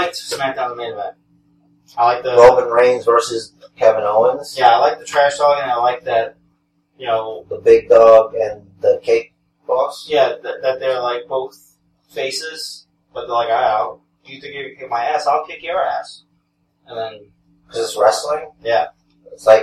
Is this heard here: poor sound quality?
yes